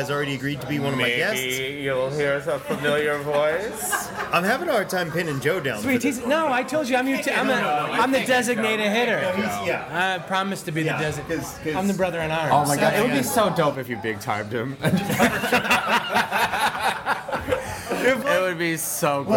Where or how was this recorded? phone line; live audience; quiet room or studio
live audience